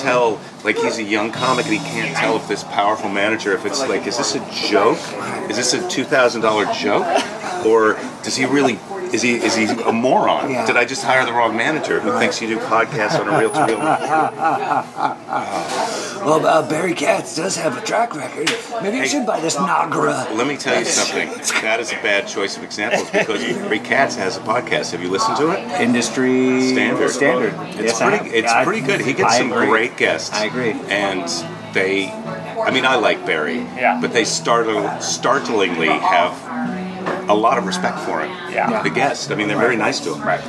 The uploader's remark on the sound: at The San Francisco Saloon in West LA